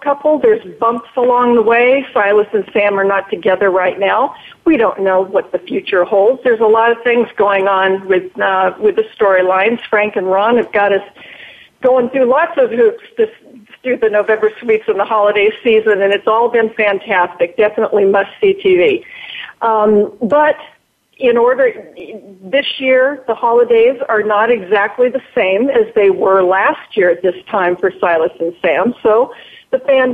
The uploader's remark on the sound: It’s an hour of listener calls. This week, for the first time, we’re allowing listeners to call in and tell us what issues are on their minds. Now we’re opening up the phone lines to talk with you about the things that are on your mind.